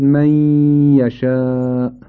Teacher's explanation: یعنی اون حالت غنه، صفت غنه که نون داره، یعنی خروج صدا از حفره بینی، این رو حرف بعدی ظاهر میشه، نون از بین رفته اما غنهش باقی مونده · Term: ادغام مع الغنه